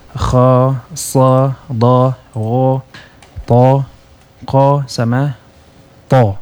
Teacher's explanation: huruf-huruf yang dibaca tebal karena pangkal lidah itu terangkat ke langit-langit mulut · Term: huruf isti'la